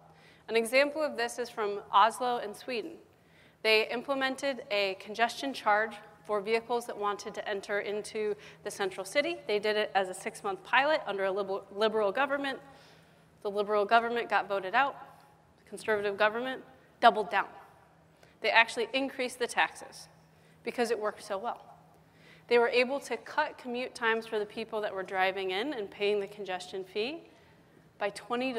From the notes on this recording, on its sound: The best of live interviews from GreenBiz events.